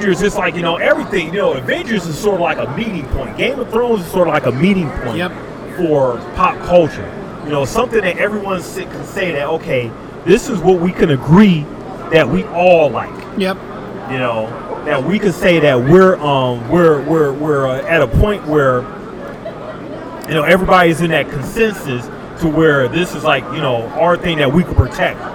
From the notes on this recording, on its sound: LIVE FROM STEEL CITY CON 2019. THE LIVE POP INS FROM SOME OF THE BEST COSPLAYERS AT THE CON!